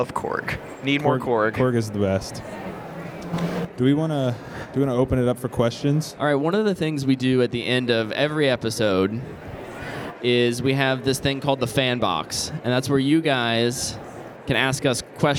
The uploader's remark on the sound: Live from Air Capital Comic-Con. A live show from a Comic-Con!?